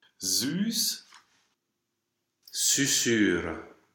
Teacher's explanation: Closed lowercase y, tongue position of closed lowercase I, and lip position of closed lowercase u